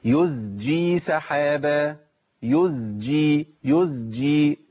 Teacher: ناخد بالنا من ابدال الزاي بسين عشان السين بتسهل دخولي على الجيم